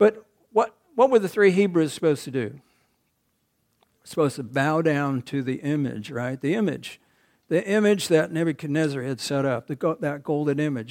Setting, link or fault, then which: setting, large echoing room